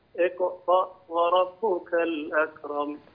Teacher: قلقل القاف من اقرأ وربك